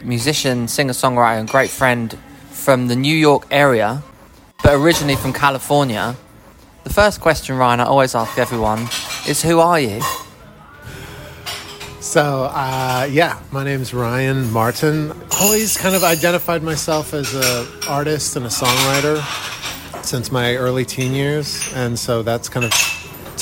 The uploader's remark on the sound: Live from legendary London cafe 'Bar Italia'. Sipping a rain-diluted latte.